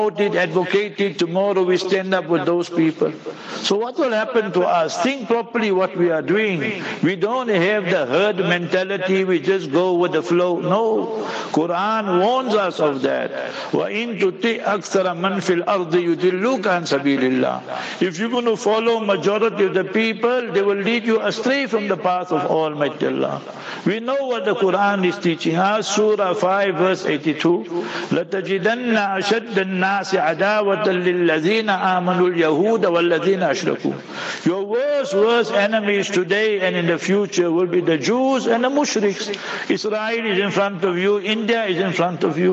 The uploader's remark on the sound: Jumah Lecture at Rainbow Masjid